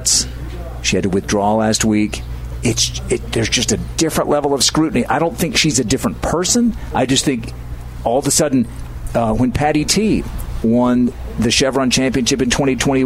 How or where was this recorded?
busy venue